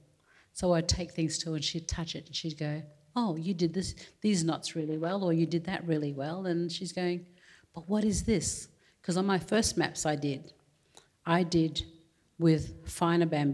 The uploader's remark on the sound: Recorded before a live audience at the Art Gallery of South Australia.